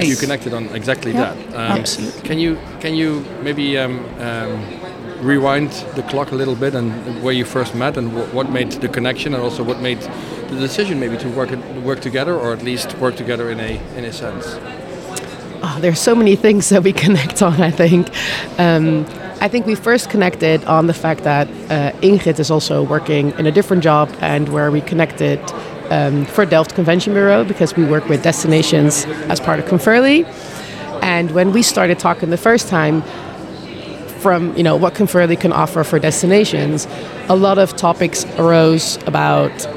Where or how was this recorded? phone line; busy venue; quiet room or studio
busy venue